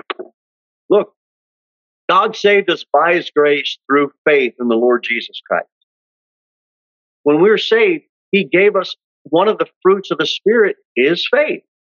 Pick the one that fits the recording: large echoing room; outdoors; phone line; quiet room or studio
large echoing room